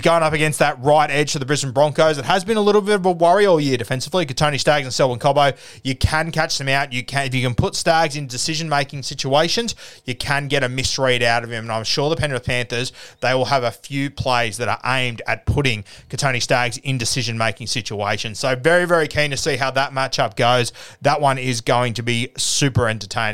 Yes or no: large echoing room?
no